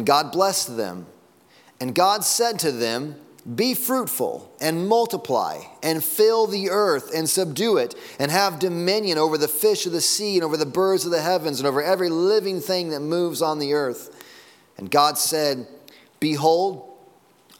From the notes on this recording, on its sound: Sunday Morning Sermon Audio.